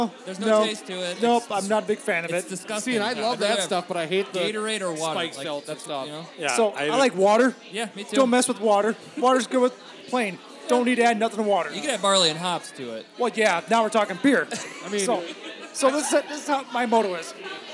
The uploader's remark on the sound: Live At Sleepy Eye Brewing